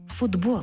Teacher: Бо глухий «т» поруч із дзвінким «б» перетворюється на дзвінкий «д» поруч із дзвінким «б». Глухий знайшов собі дзвінку пару.